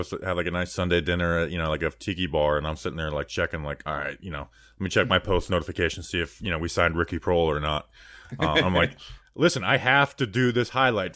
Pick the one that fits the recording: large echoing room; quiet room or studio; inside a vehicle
quiet room or studio